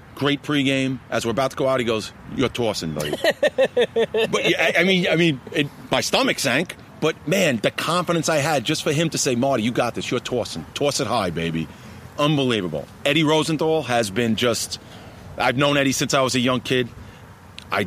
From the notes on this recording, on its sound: In this pod, we pull up to a park in Massapequa, NY.